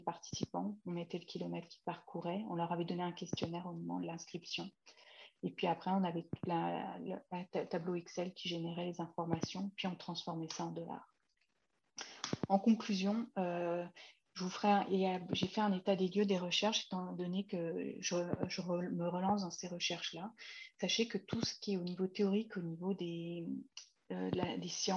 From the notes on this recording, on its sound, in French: Séance enregistrée sur Zoom